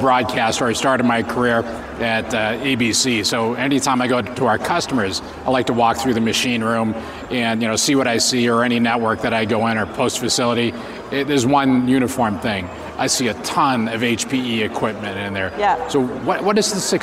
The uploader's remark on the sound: 2019 #NABShow Live. Broadcast Beat - Producer of NAB Show LIVE.